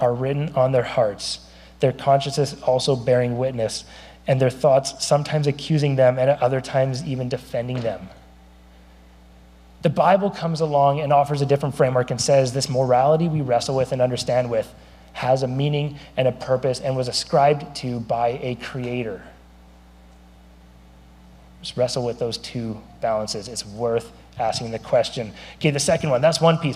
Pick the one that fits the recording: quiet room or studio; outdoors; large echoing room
large echoing room